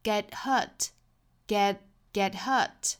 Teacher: 把 get 尾部的这个 t 的发音给憋住，白口型但是不爆破